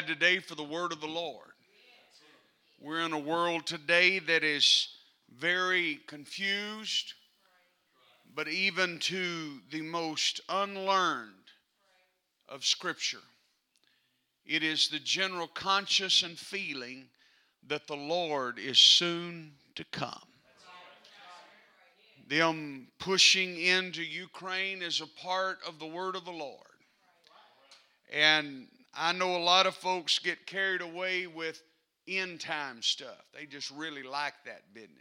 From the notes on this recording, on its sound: Texas District UPCI Superintendent, preached at Calvary on Sunday morning, February 27, 2022.